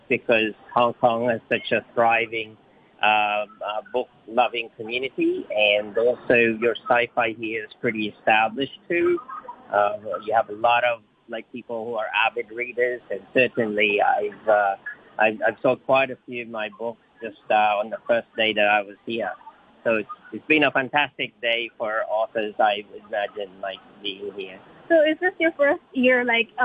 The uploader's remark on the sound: live from the Book Fair